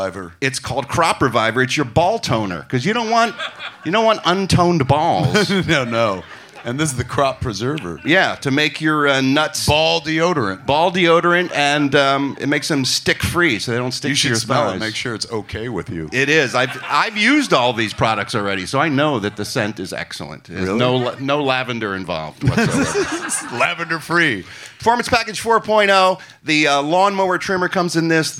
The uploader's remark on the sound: perform live at Flappers Comedy Club in Burbank, CA on April 15, 2023